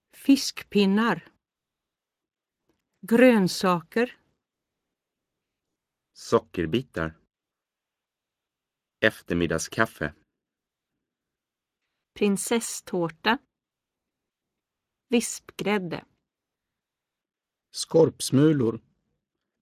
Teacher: compound words in Unit 5 where there are two stresses in each word, one for each part of the compound.